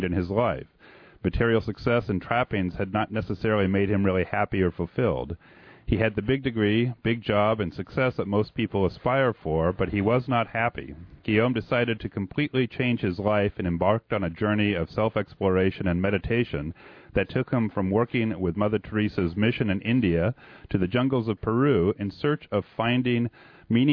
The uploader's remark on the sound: we converse by telephone